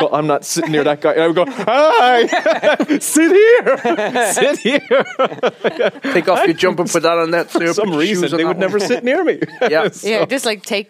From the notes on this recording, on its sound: Head to Dublin for DIFF and their first-ever live show. The Lighthouse Cinema.